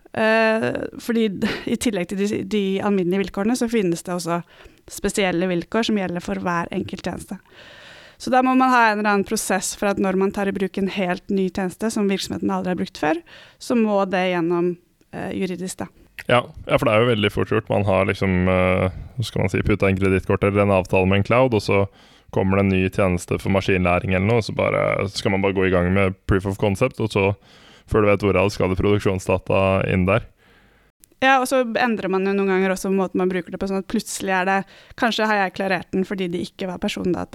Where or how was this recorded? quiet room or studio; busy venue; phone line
quiet room or studio